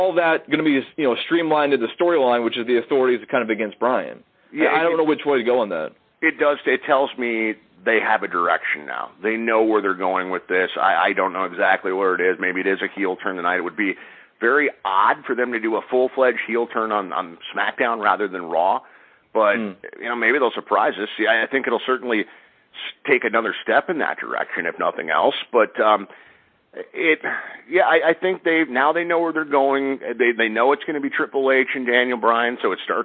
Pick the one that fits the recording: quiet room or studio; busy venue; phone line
phone line